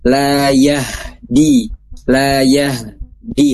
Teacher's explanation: H-nya tetap harus ada keluar kasarnya. Jadi jangan dimasukkan ke layah gitu ya. · Term: H sukun